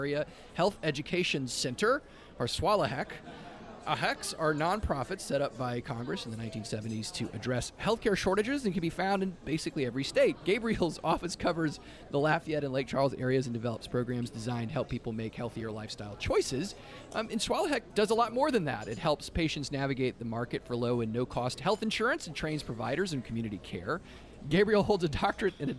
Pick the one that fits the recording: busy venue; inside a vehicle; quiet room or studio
busy venue